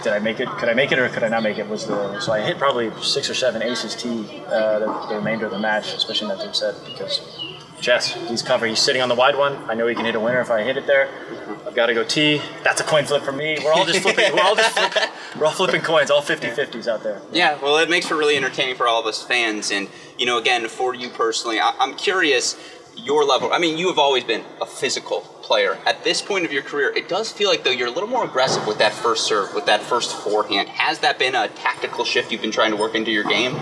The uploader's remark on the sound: Live from the Cranbrook Tennis Classic after his Round-of-16 win.